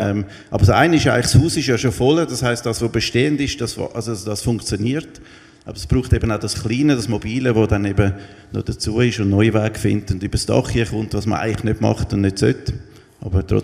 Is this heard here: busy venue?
yes